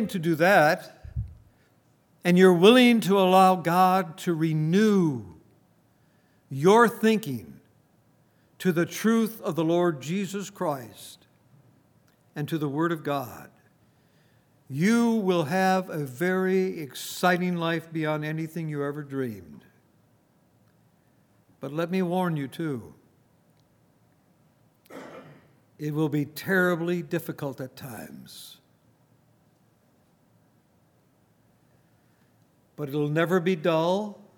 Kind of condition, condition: setting, large echoing room